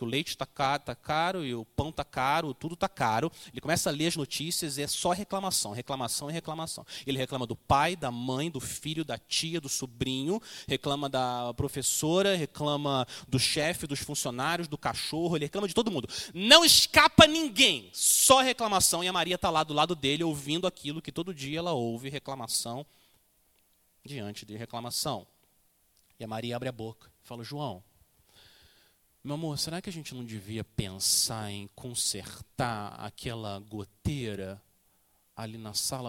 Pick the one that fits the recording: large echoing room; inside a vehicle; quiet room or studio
large echoing room